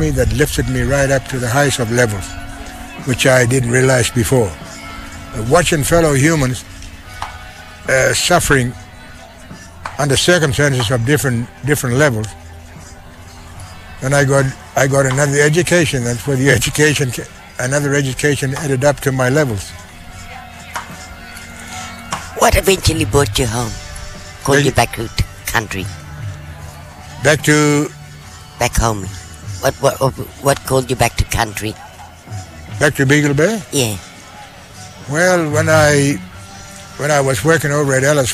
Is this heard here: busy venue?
yes